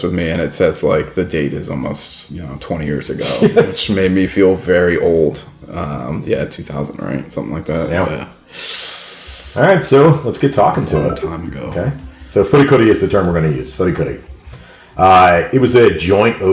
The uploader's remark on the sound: In spite of mic issues